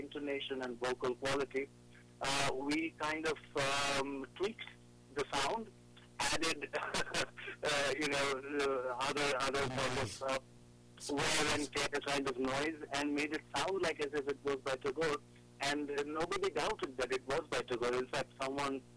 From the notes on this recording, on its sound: During our second broadcast of the EBC Radio Club on EBC Radio, we had a long telephone chat.